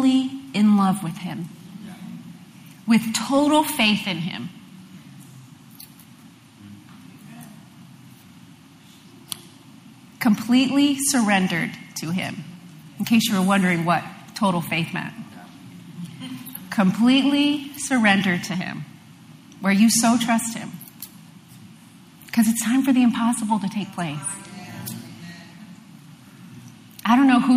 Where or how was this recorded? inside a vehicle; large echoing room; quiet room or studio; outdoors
large echoing room